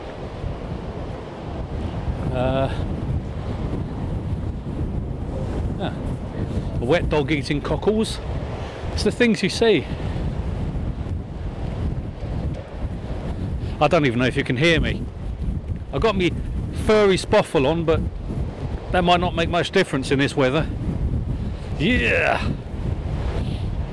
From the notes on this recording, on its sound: Fearlessly determined to stroll around Brighton in the worst storms to hit the South Coat in decades. Hear the chaotic roar of the elements as the wind attempts to lift me from the Earth and deposit me in the drink.